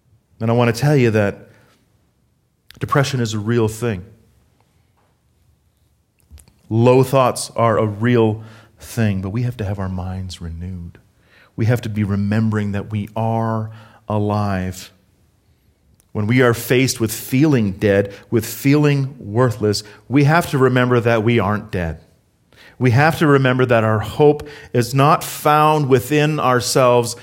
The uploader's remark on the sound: Harvest Calgary South Sermon Audio.